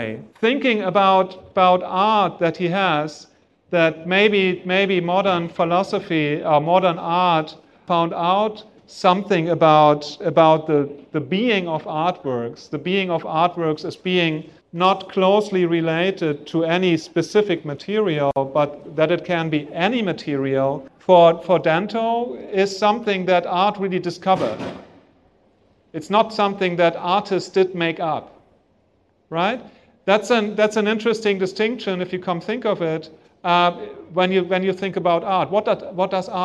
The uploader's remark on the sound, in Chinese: 本期播客是艺仓美术馆的公教对谈现场实录